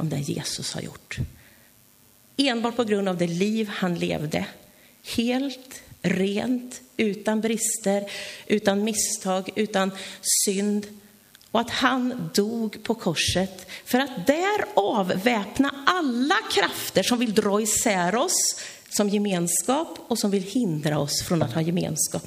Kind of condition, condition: setting, large echoing room